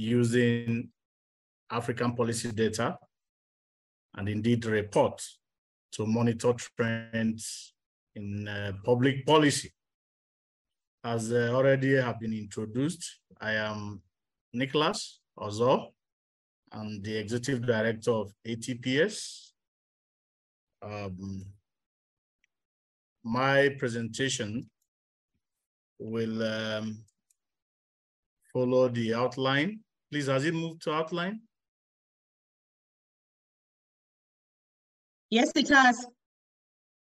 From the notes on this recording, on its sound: This episode features recordings from the webinar themed, 'Using African Policy Data to monitor trends in Public Policy'.